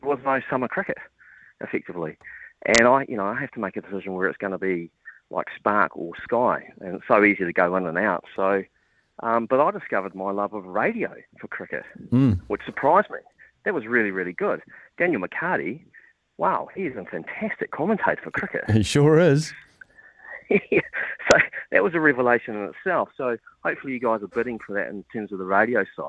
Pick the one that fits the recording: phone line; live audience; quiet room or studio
phone line